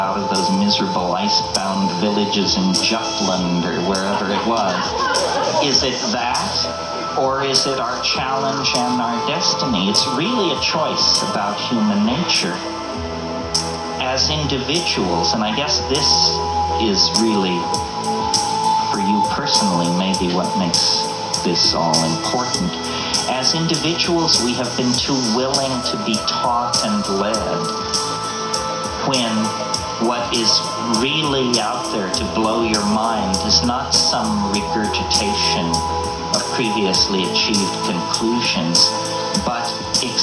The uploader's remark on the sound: sorry for the wonky sound on this one